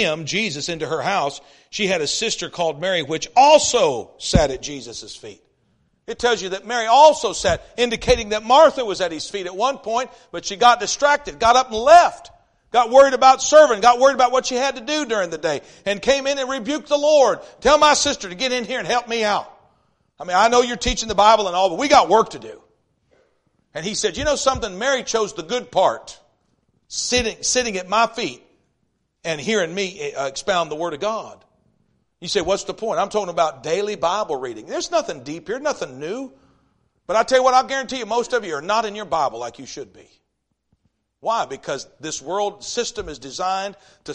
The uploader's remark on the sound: East River Baptist Church Revival Service